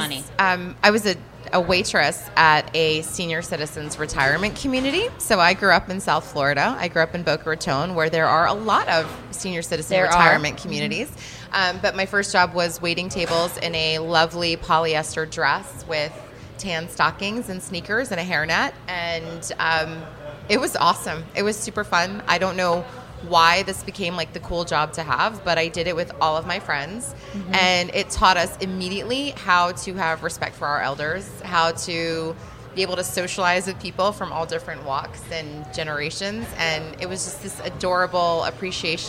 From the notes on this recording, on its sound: LIVE from Bell Works